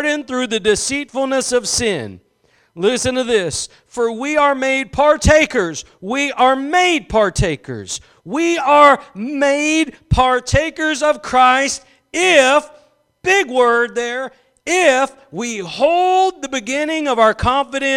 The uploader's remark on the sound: Preached at Gospel Lighthouse in Bossier City, La.